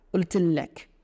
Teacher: Because obviously, we usually say قلت لك، but it's not a قاف. They don't pronounce a قاف here. They say قلت لك.